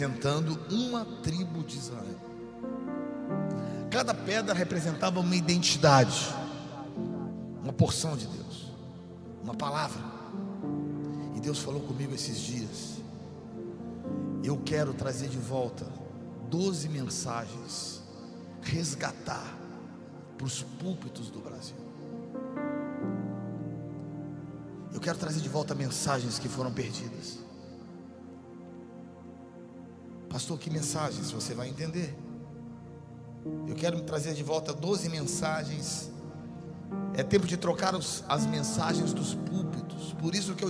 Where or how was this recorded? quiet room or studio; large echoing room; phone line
large echoing room